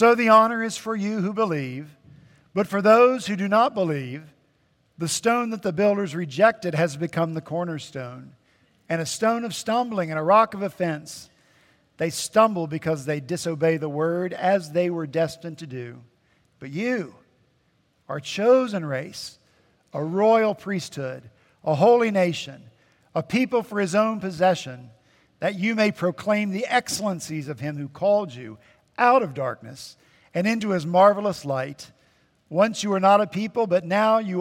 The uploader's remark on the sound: At Redeemer Presbyterian Church in Charleston, SC